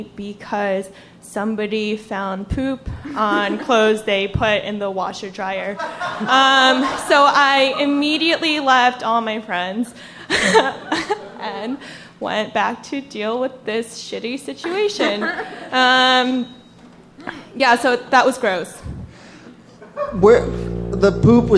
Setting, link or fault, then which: setting, live audience